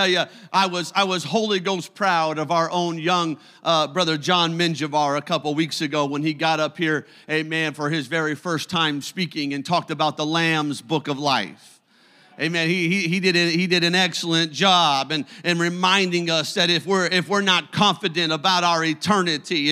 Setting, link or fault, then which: setting, large echoing room